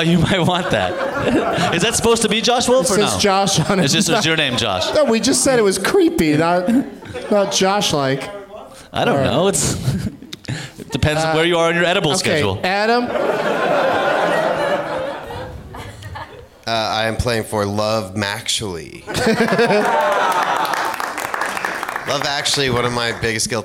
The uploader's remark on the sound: Live from Largo in Los Angeles